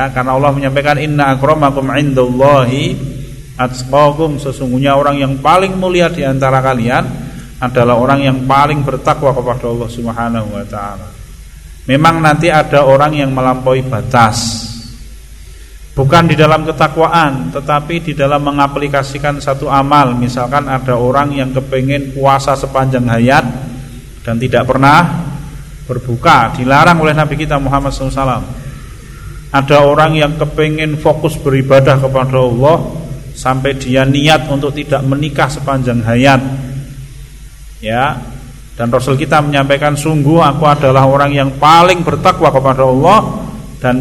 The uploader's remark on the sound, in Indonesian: Rekaman Kajian Majelis Pengajian Islam Ihyaa'ul Quluub. Di Masjid Al Aman Sidoarum Godean Sleman. Yang diselenggarakan oleh FKAM Yogyakarta dan Takmir Masjid Al Aman.